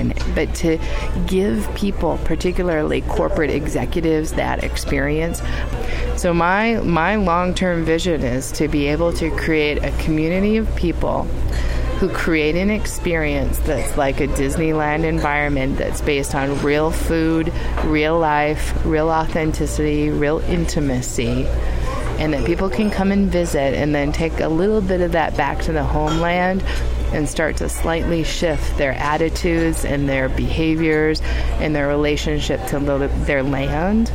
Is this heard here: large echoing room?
no